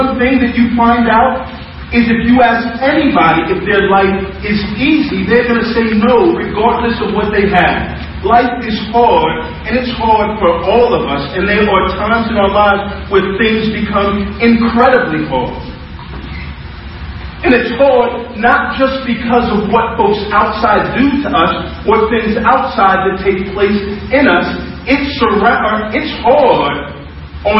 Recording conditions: poor sound quality